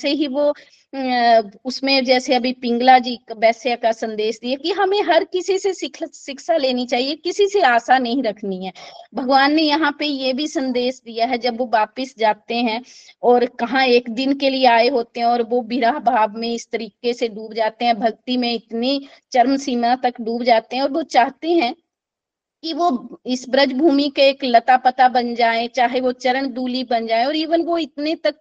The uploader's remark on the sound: This is the live recording of online Bhagavatam satsang. From Chamba attended by around 88 Golokians.